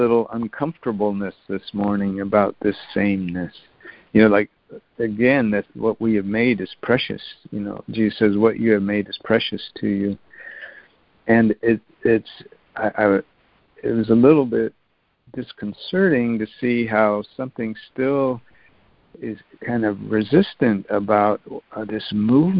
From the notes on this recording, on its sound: ACIM Daily Conference Call.